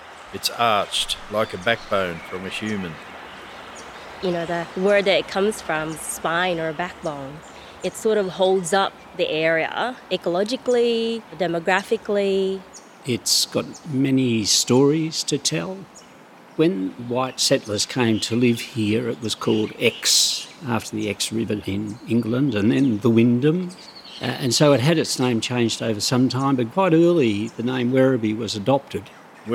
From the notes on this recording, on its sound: Stories and sounds from the Werribee River. This is an audio experience featuring local people and appreciators of the river speaking about what the Werribee River means to them. All interviews and fields recordings were recorded on or near the Werribee River.